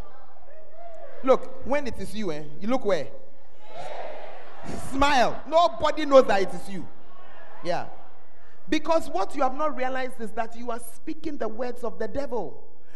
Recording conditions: large echoing room